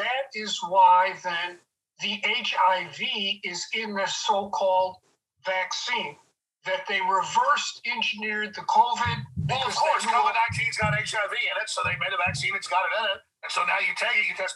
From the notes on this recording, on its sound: they meet up via Zoom